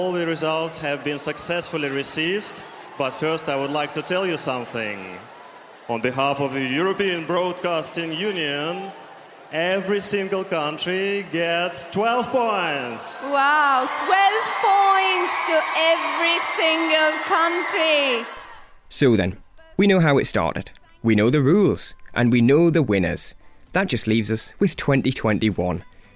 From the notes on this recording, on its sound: Almost Live From Paris. Live in the Press Centre.